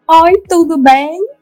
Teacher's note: outra coisa típica do sotaque, do dialeto, estereotipado do nordestino, né? Que é falar tudo com vogal aberta.